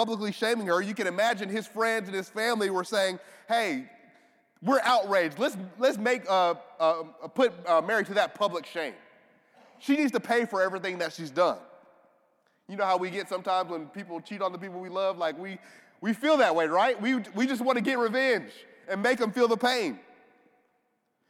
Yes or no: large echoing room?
yes